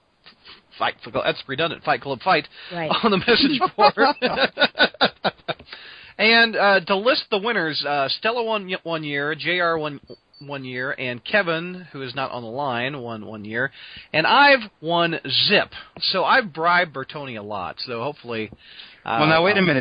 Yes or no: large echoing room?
no